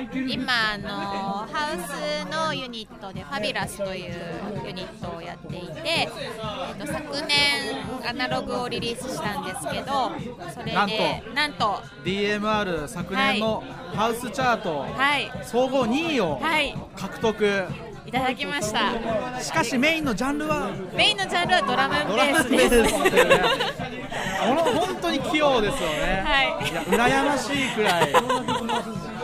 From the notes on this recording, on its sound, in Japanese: PODCASTRADIO and LiveStreamingRadio。公開収録しています。